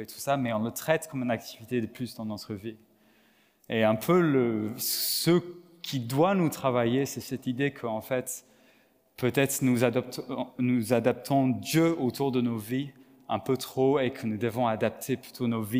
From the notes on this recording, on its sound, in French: Enregistré à l'église CVV, le 18/09/2022